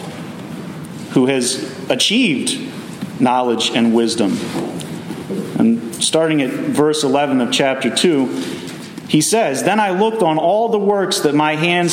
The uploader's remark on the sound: Messages delivered Sunday, July 2w, 2023 at Mt Carmel Primitive Baptist Church